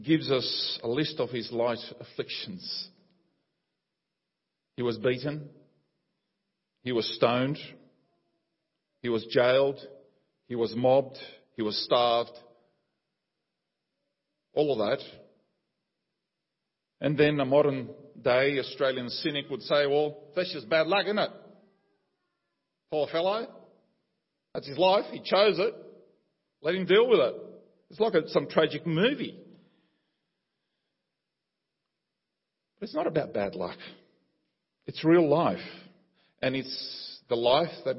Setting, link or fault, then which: setting, large echoing room